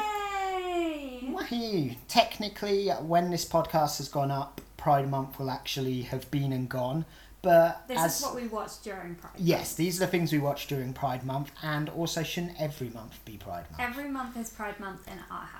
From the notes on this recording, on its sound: This is our first ever podcast, so it's a work in progress - Apologies in advance for background noises, a bit of stuttering and voices getting weaker as we progress.